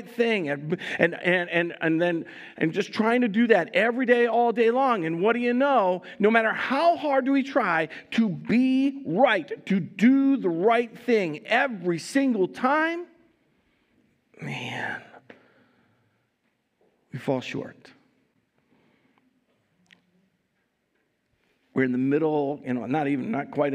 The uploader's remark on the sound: Recorded live at Word of Life Church in Le Sueur, Minnesota, on October 16, 2022